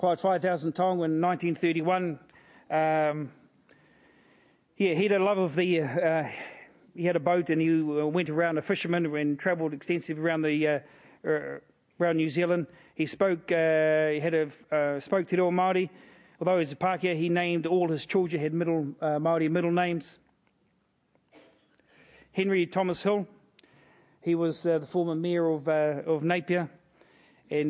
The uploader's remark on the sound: As part of this year's Sir Apirana Ngata Memorial Lectures.